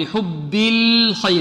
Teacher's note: اللام هنا مرققة والخاء مفخمة، لماذا فخمناها؟ لأنها من حروف الاستعلاء